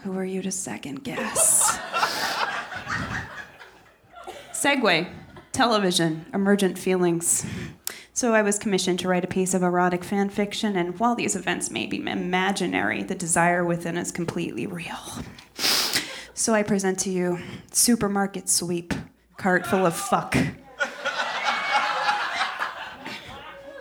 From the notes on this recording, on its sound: Recorded at the Davis Square Theater in Somerville, MA, on December 28, 2013.